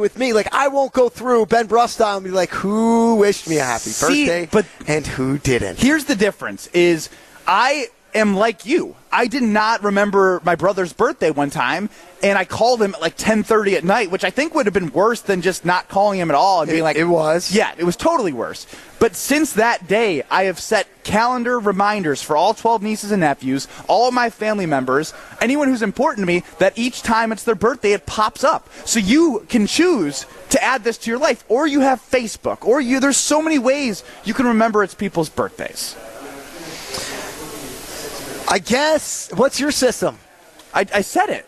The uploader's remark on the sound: Live from U Ridge for the Am Fam Championship.